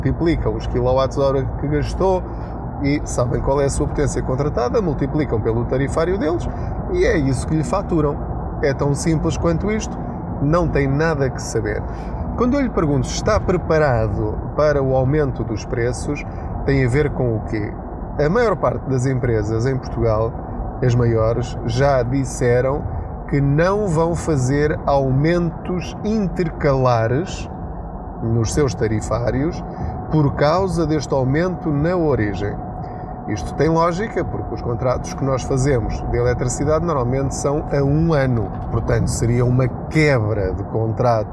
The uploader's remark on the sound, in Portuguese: Não ligue aos barulhos da viagem.